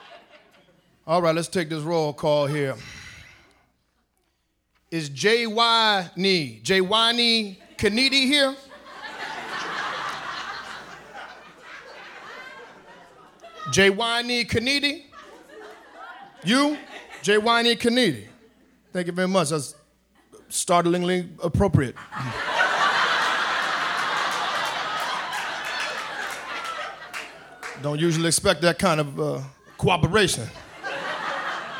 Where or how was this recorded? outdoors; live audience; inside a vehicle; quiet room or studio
live audience